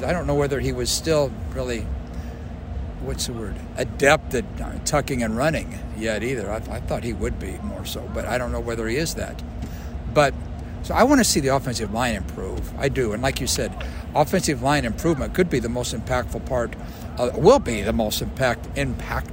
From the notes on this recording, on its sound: from Day 2 of Big 12 football media days at AT&T Stadium in Arlington, Texas